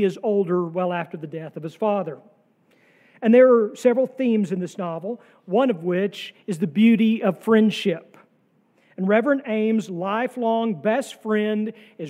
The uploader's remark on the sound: sermon from our worship service on September 3, 2023